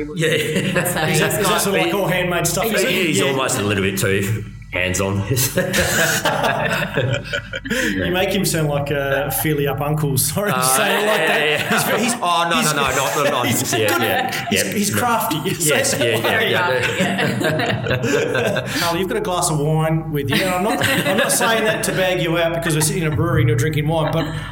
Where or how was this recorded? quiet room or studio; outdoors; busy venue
busy venue